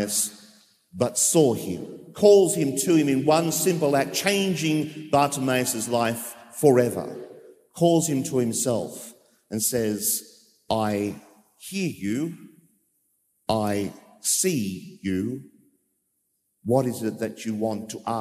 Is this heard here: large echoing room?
yes